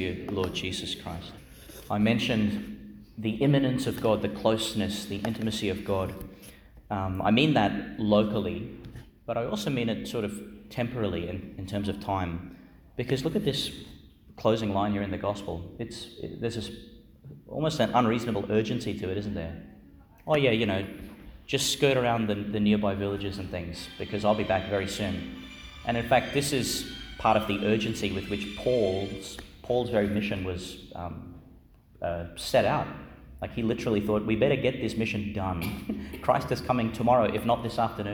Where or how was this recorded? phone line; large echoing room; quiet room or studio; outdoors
large echoing room